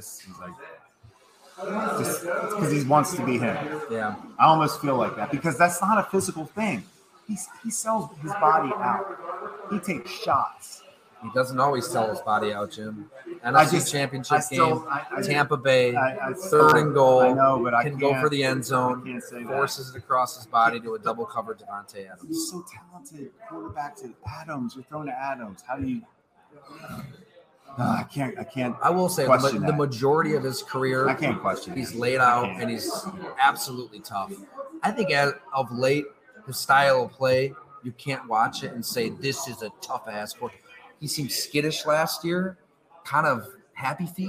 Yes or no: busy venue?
yes